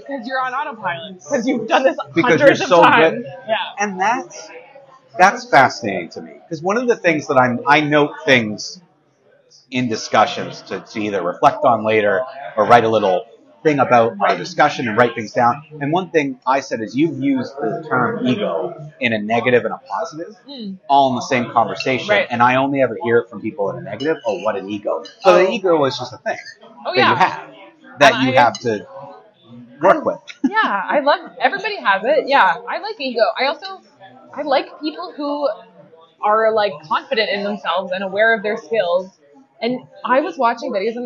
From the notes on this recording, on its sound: This episode is "on the road" at Pan Chancho Bakery & Cafe in Kingston, Ontario.